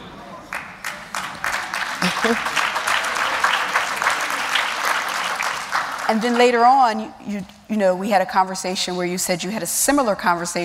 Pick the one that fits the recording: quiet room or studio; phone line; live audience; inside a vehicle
live audience